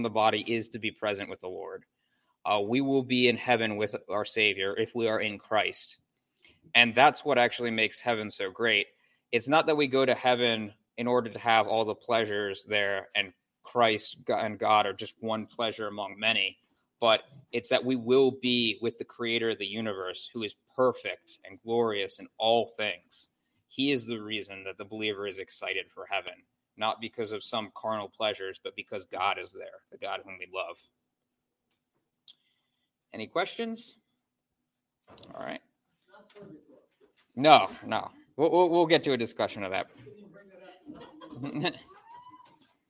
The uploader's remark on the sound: A lesson from Covenant Reformed Baptist Church in Warrenton, VA. At the end of this clip it cuts out due to the church internet going out.